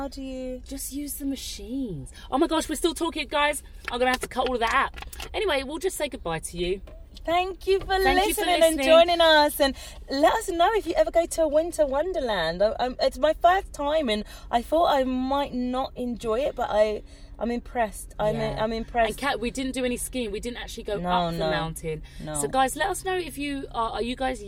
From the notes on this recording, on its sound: our conversations take place whilst driving in the car, and sadly this does end up reducing the quality of the audio as we hit the motorway